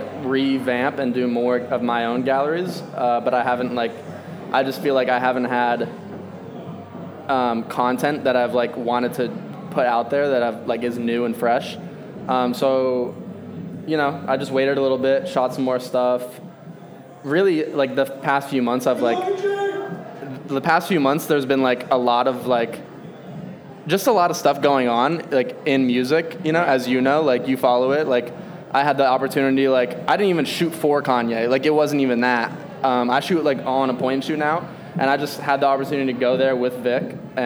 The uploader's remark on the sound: interview recorded during his homecoming gallery show